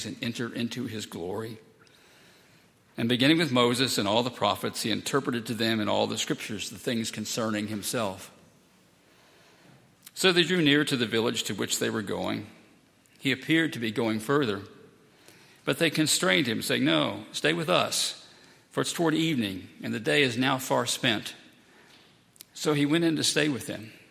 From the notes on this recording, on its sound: at Highland Baptist Church